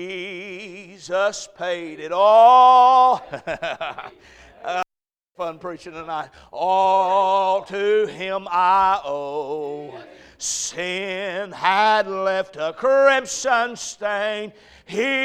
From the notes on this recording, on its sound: A message preached at Crossroads Baptist Church